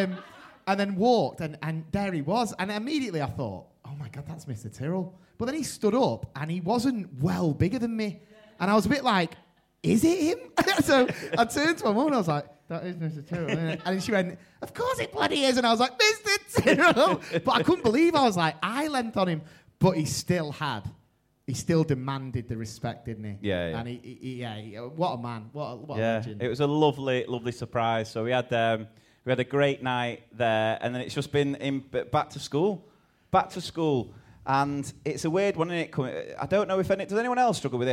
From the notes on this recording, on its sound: We have kicked off the new season with a special LIVE Podcast Episode we recording on Friday 3rd September as part of the London Podcast Festival. A massive thank you to everyone who came along or tuned.